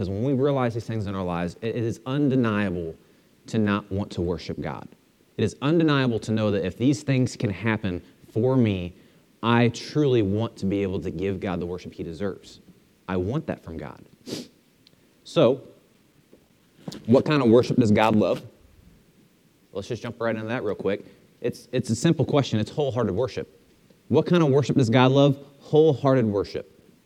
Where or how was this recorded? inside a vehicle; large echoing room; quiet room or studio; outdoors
large echoing room